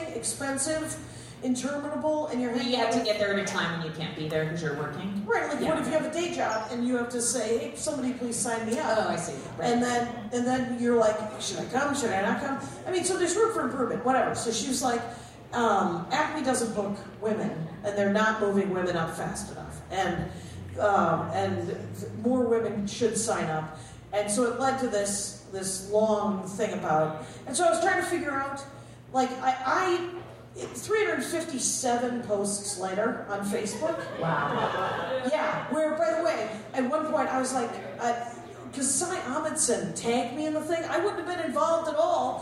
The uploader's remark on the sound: This ep was recorded live at the Bridgetown Comedy Festival 2017 in Portland, OR.